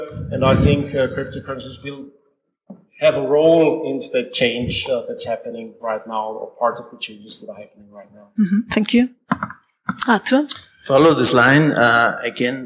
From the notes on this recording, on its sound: This is a live recording of a panel discussion at the “ Value of Bitcoin Symposium ” in Vienna. Please, excuse the low audio quality.